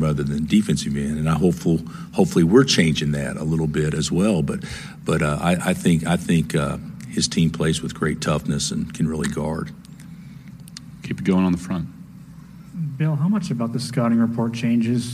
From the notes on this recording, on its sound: full press conference audio, all from Fort Worth, TX